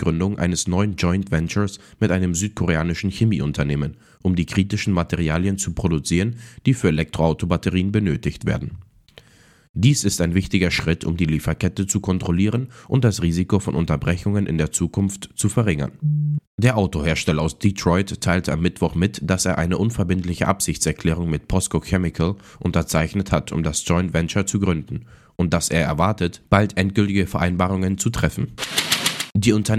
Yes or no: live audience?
no